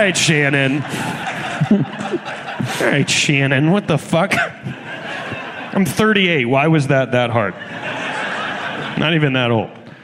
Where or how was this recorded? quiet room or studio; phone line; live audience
live audience